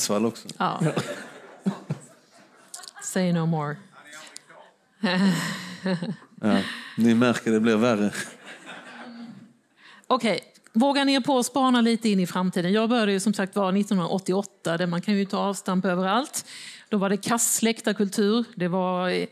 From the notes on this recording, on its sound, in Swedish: Panelsamtalet spelades in på Grand i Malmö den 26 oktober 2022.